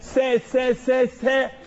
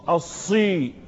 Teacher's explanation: إذن السين مرقق والصاد مفخمة